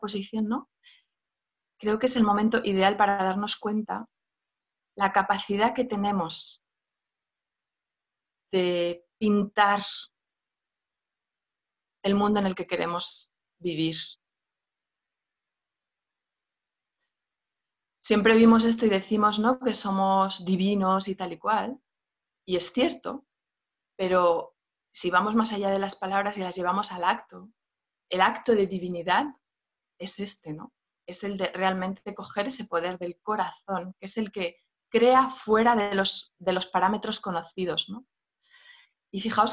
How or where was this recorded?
video call